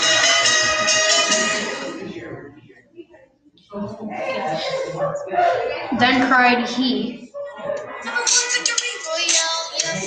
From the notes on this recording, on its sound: the audio is not that good because I didn't use my mic